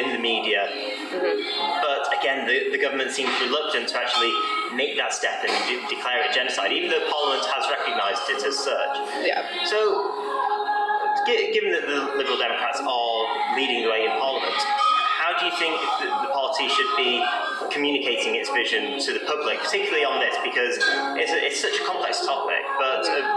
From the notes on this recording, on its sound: This interview took place at the Young Liberals Summer Conference.